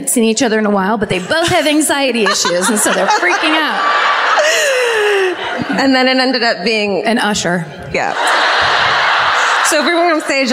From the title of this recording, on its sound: Live at the Civic Center in Des Moines